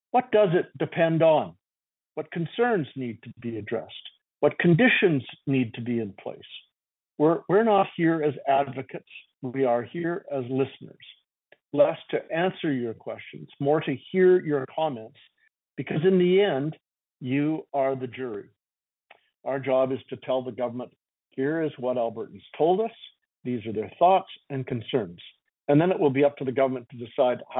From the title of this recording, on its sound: Southern Alberta Telephone Town Hall